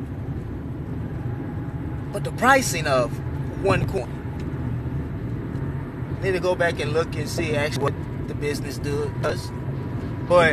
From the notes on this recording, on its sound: while driving through the city